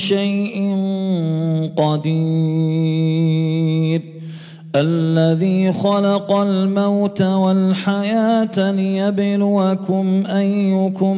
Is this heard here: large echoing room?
yes